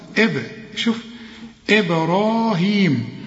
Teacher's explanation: زي ما قلت لك الدال اللي عليها السكون لازم نقلقلها، البه اللي عليها السكون لازم نقلقلها